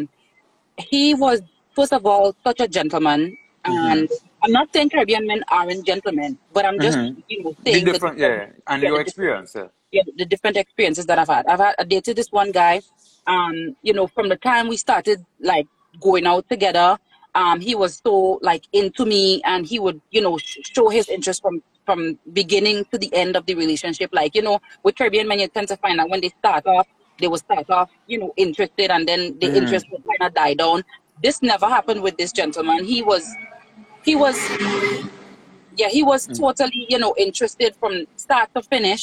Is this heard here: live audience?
no